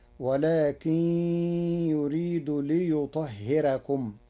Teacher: قرأ ورش كلمة ليطهركم بترقيق الراء لوقوع كسر قبلها